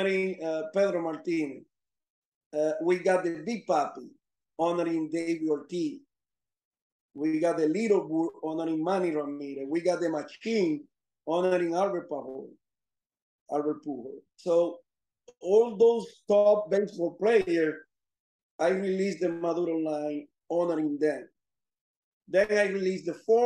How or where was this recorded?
video call